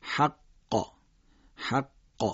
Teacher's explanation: اما دقت کنید حرف قاف و طا قلقلهشون باید با استعلا همراه باشه، یعنی اینکه باید ریشه زبان بیاد بالا تا حرف قاف و طا رو ما درشت ادا بکنیم